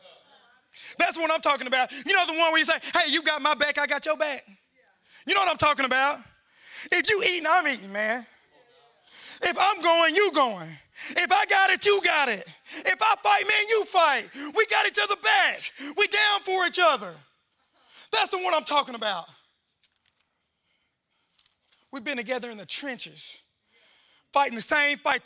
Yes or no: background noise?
no